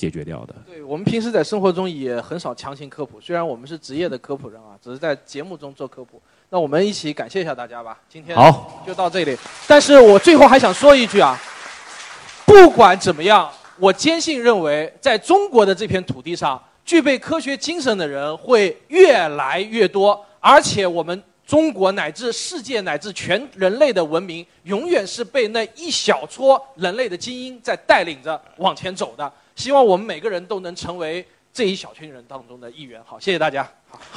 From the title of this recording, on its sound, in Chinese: 墨子论坛·科学声音深圳演讲会：现场互动问答